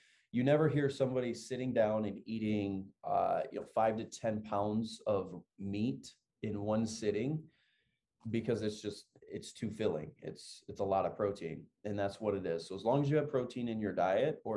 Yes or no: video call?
yes